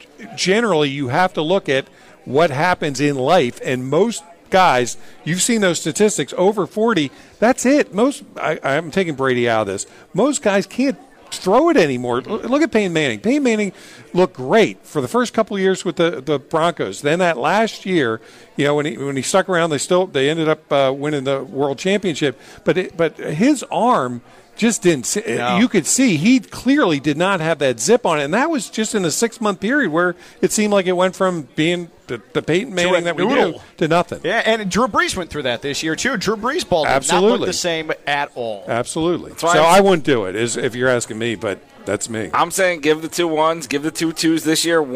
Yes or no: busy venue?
yes